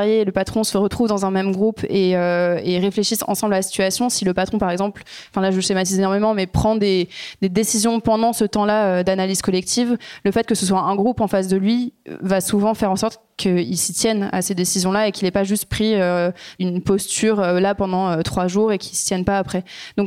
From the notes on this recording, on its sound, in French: Cet épisode a été enregistré le 13 septembre 2023 à La Marbrerie (Montreuil).